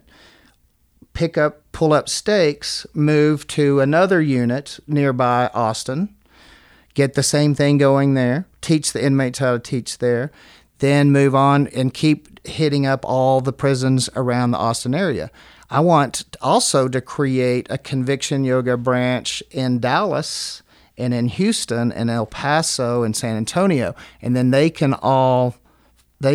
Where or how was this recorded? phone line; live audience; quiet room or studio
quiet room or studio